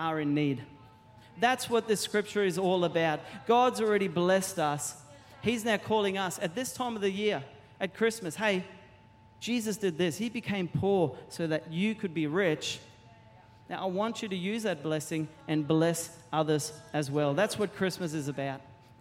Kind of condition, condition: setting, large echoing room